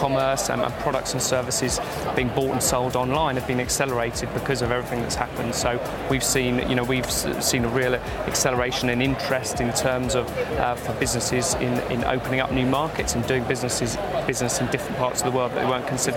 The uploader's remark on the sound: Live from Europe's Biggest Event 'Accountex'. Continues with a series of live interviews from Accountex 2022 in London recently. Enjoy the live buzz of the event!